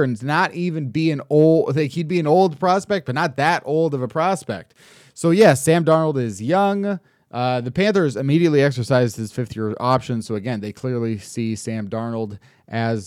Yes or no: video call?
no